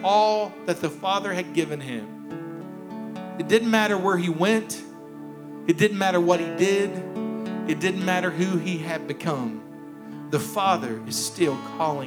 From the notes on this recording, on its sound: Here is a rebroadcast of our service from February 28th, 2021.